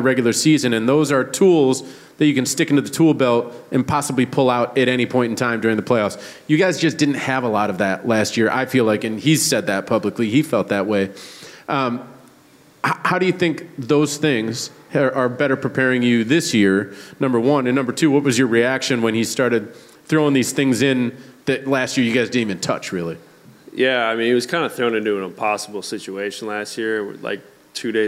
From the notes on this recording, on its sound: live from Memoire at Encore Boston Harbor for the Season 4 finale